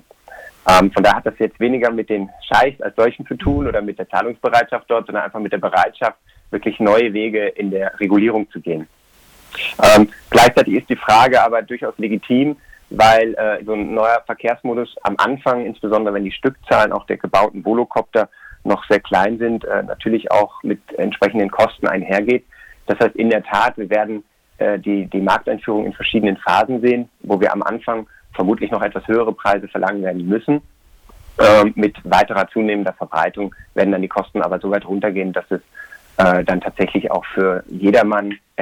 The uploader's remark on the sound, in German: Telefoninterview